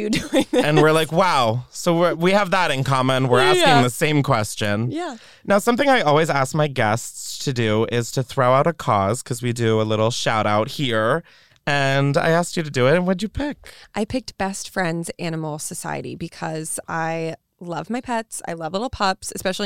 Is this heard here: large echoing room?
no